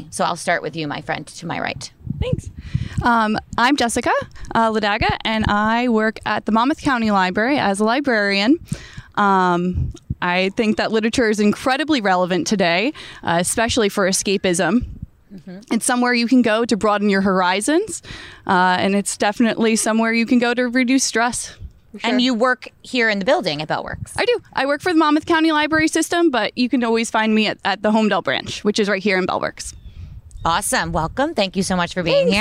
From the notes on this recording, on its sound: Bell Works How it WORKS Live. Chatting on the gorgeous back deck of Bell Works in Holdmel, NJ.